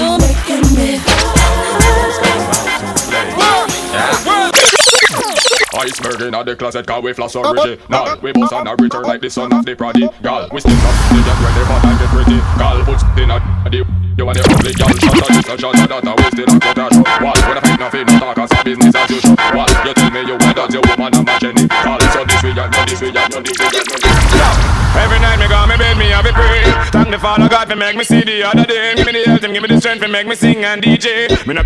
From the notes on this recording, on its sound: Festac NYC. Live Audio From Link Up Thursdays.